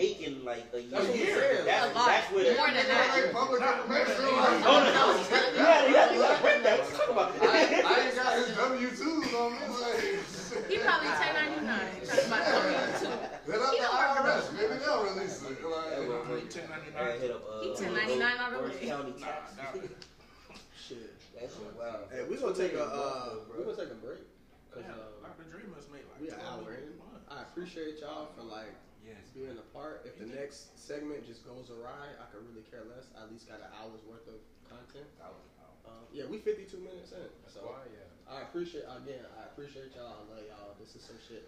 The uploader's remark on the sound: Squad Studio Audience. WE GOT AN AUDIENCE!